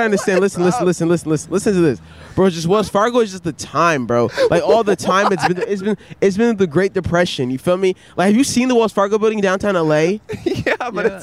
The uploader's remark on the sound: Recorded on Hollywood Blvd!